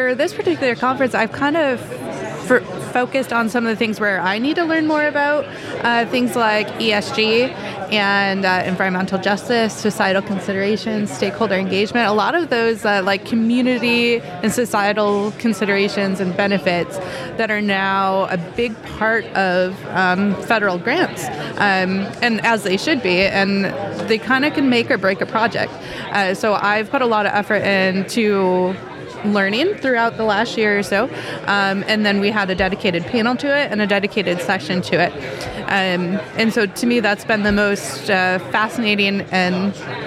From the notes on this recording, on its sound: Recorded in the Exhibit Hall at the 2023 SPE Carbon Capture, Utilization, and Storage Conference held at the University of Houston.